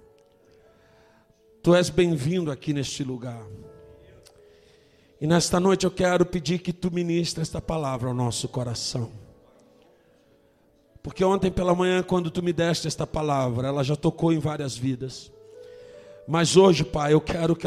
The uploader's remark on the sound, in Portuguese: Ao Vivo na Casa de Louvor